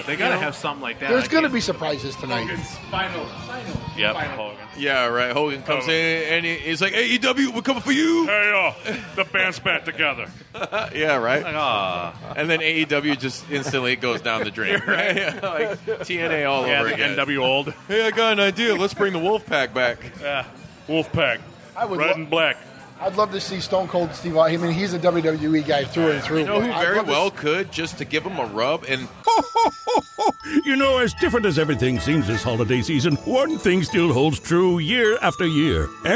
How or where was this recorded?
busy venue